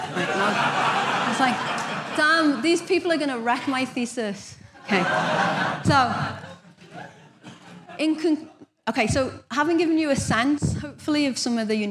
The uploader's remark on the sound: In this episode taken from the 2013 Buddhist Geeks Conference